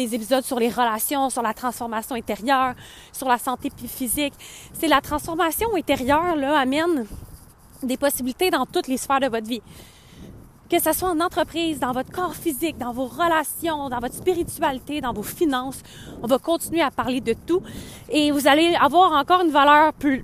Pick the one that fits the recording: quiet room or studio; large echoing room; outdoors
outdoors